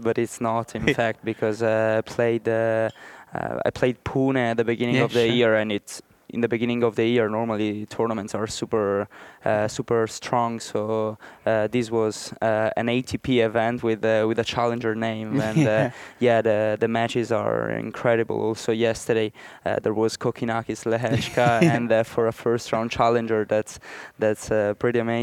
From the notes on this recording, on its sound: Recorded live at the Arizona Tennis Classic.